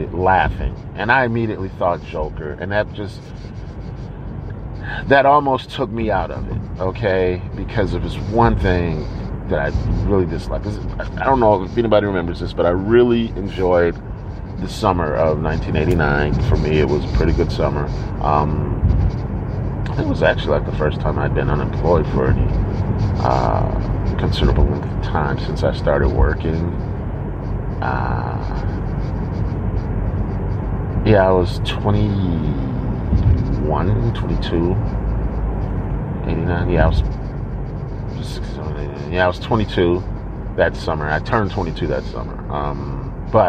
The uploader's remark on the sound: Warning: there’s a constant scratching noise throughout the episode and you may want to skip it.